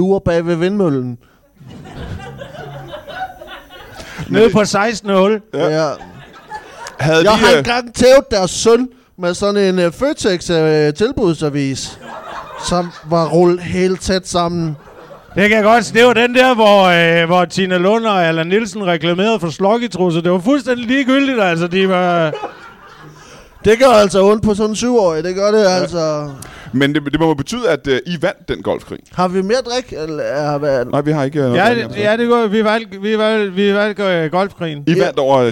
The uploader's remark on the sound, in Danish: LIVE fra Odense